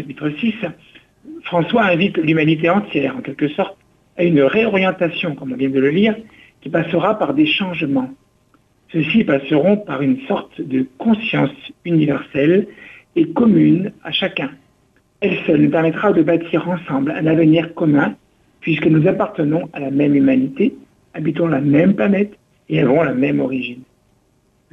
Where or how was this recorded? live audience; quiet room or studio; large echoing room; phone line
phone line